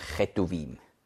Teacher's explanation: wenn vorher ein Vokal ist, dann weicht man das auf und sagt dann nicht Ketuvim, sondern Chetuvim